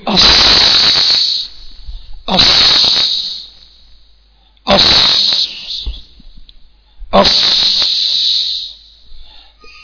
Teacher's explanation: يبقى إذن الصفير له 3 حروف، الصاد والزاي والسين، دول 3 حروف بتوع الصفير. وسميت بالصفير لأنك تسمع لها صوتا يشبه صفير الطائر